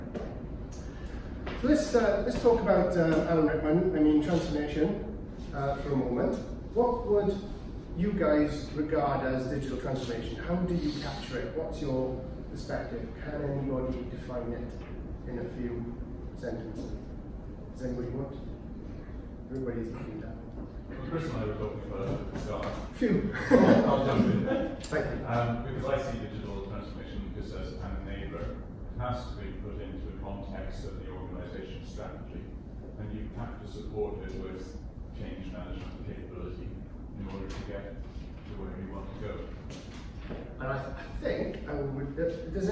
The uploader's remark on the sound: Audio of a talk given at the Royal Mint on the role of people in the transformation process for the ION leadership programme at Swansea University.